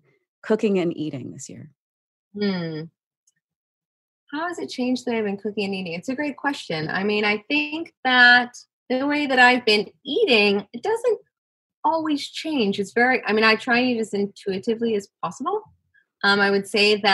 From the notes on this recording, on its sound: This bonus episode is adapted from a live (virtual) conversation and cooking demonstration. The conversation was broadcast live for Cap Times members.